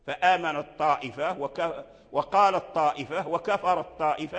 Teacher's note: فقال وقال الطائفة أي تاء التأنيث أدغمت في الطاء · Term: إدغام تاء التأنيث